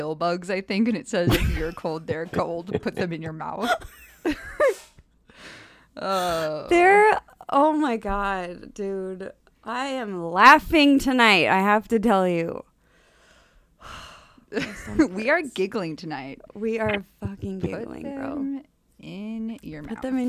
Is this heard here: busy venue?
no